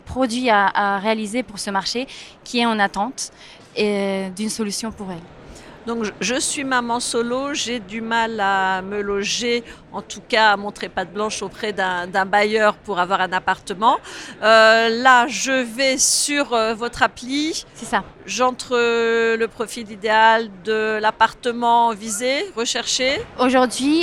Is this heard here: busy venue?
yes